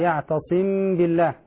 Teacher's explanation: الميم المخفاة قال العلماء بأنها تخرج من الخيشوم مع قربها من الباء بعدها